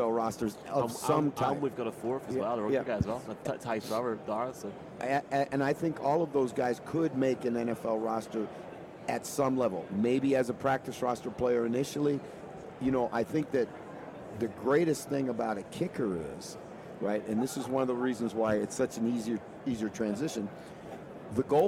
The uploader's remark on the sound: From Radio Row. Live on Radio Row.